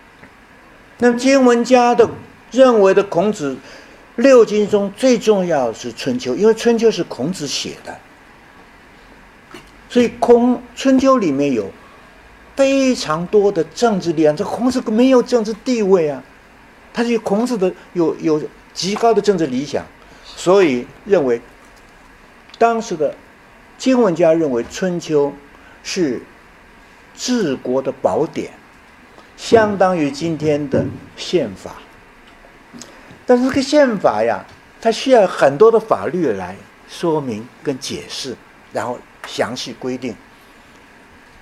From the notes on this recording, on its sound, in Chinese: 本论坛是由 兴全基金与 复旦大学、中国科技大学、同济大学合作发起的 一项高端人文论坛。本系列音频是由“复兴论坛”系列讲座录音整理而成。